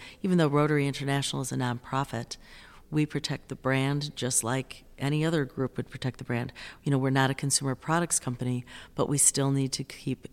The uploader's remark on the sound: recorded on the sidelines of INTA 2023 in Singapore